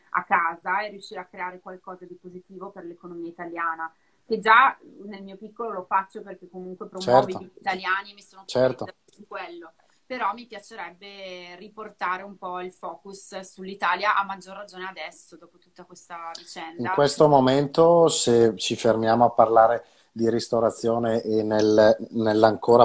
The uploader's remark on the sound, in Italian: questa intervista che ho registrato da una live di Instagram